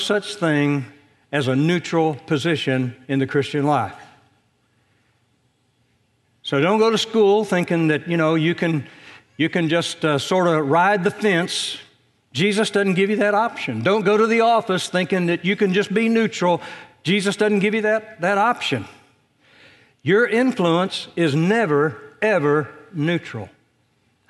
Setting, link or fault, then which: setting, large echoing room